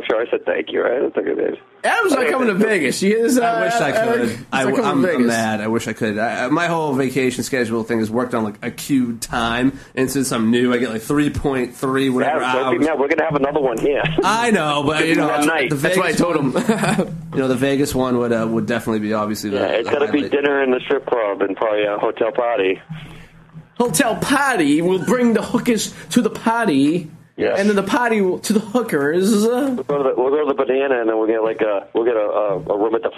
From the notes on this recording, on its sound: Live in studio. Calling live from Bermuda.